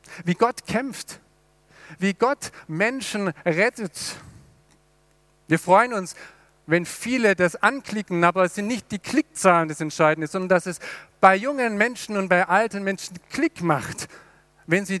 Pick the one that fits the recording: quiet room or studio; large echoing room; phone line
large echoing room